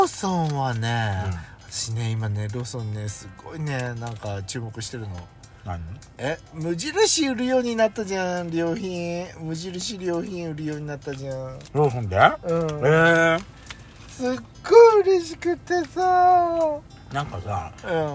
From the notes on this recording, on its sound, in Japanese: パーキング収録